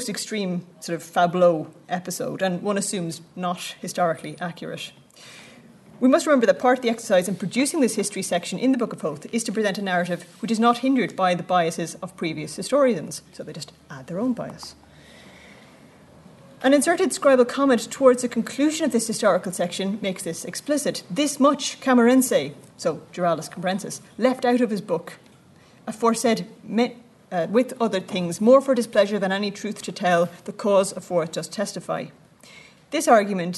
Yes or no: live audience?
yes